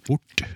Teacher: Hvis jeg sier bort så er det den T-en på slutten hvor jeg bøyer tunga opp og bakover. · Term: Retroflektering